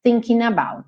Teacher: O g não é pronunciado, ele pega o n e já junta no about.